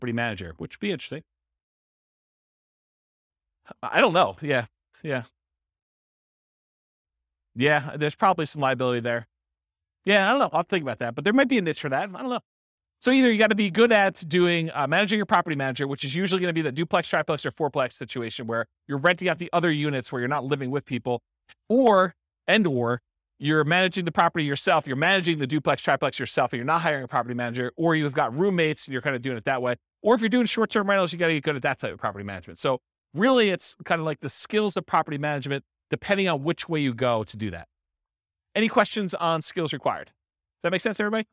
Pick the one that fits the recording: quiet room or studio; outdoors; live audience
live audience